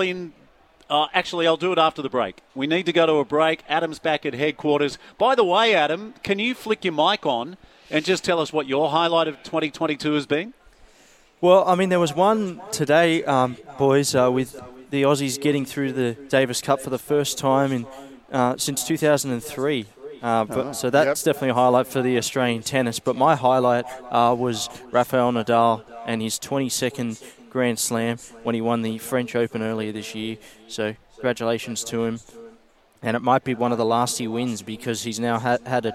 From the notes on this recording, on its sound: live from Toowoon bay surf lifesaving club for their annual ocean swim